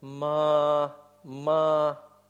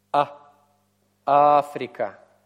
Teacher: в случае Африка у нас есть сначала смыкание связок, а потом связки чуть-чуть размыкаются на звук А · Shown in: second take · Term: твердая атака звука